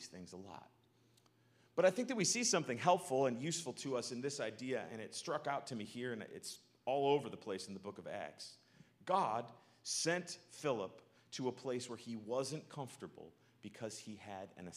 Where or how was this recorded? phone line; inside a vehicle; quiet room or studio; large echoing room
large echoing room